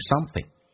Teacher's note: something 这个单词后鼻音发成前鼻音